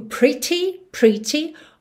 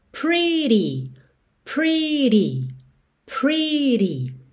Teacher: tanto pode ser T, que seria o inglês mais britânico, pretty, pretty, ou aqui no caso, com o inglês mais americano, rarara